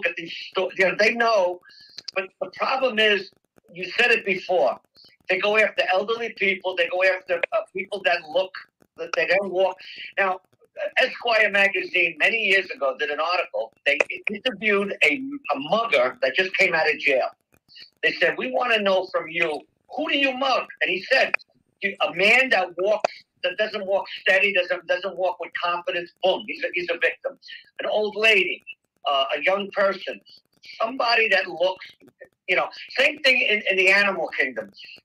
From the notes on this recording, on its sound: Please disregard audio problems